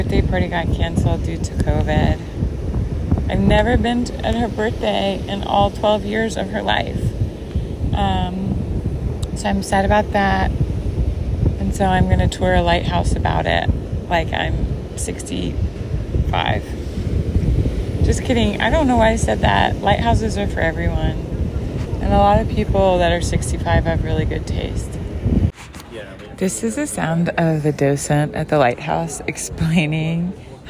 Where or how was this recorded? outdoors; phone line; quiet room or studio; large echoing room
outdoors